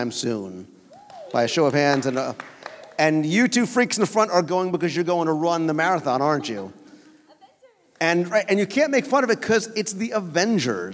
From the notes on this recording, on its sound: LIVE Show from the Atlantic Dance Hall. LIVE show recording from our WDW Radio NeverLand and Sea event at the Atlantic Dance Hall before our cruise on the Disney Dream.